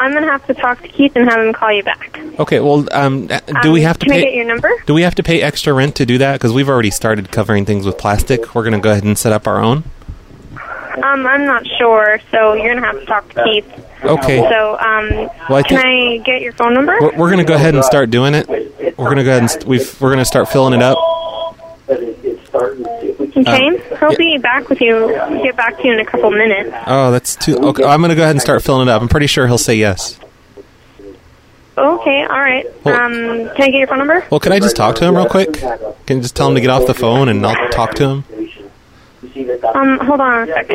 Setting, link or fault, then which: link, phone line